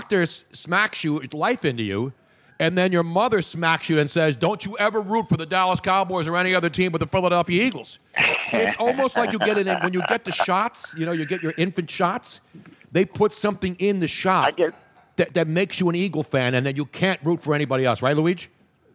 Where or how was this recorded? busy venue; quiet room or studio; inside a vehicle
busy venue